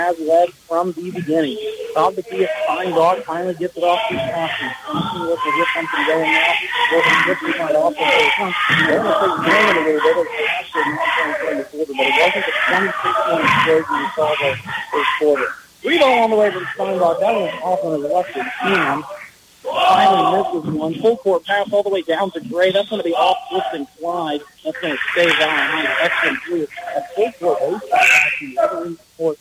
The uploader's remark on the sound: Valley Heights Boys Basketball vs. Clifton-Clyde [TVL Quarterfinals]. Audio Quality Issues.